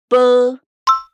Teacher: Esse som não é nem B nem P. É um som parecido, porém preso. · Term: som de P